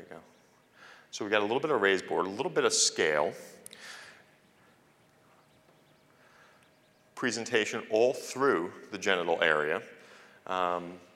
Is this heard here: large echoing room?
yes